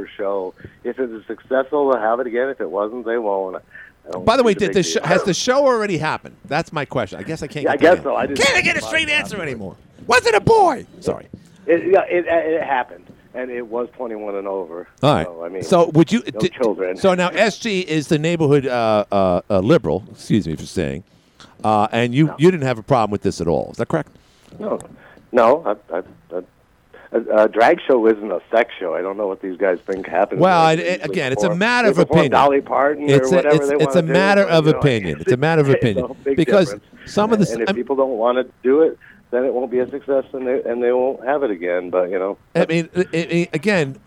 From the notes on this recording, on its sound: Called in on a bad line.